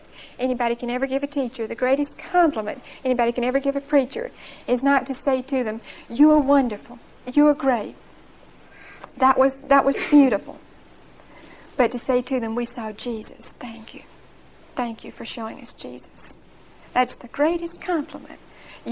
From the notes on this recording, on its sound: Recorded 9/30/1975 at Whitesburg Baptist Church.